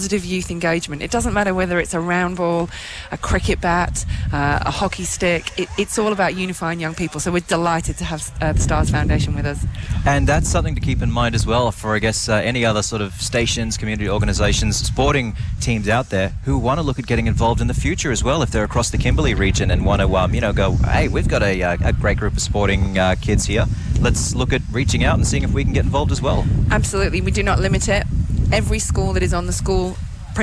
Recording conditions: outdoors